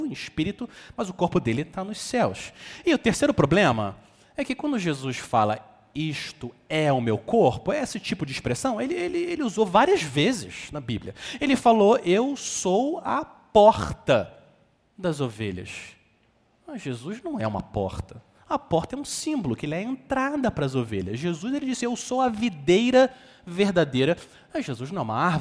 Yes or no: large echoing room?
yes